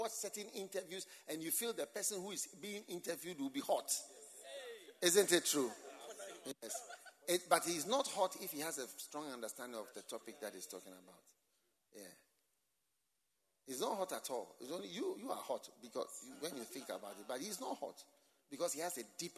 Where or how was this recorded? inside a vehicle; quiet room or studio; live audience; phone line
live audience